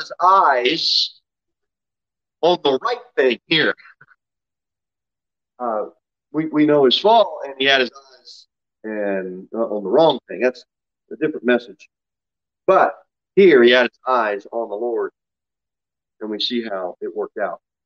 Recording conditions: large echoing room